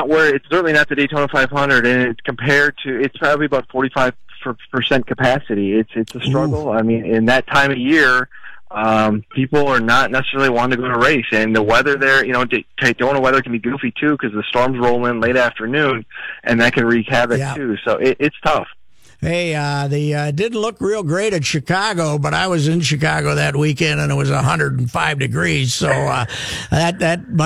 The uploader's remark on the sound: The guys call in to the Croatian Hall in South St.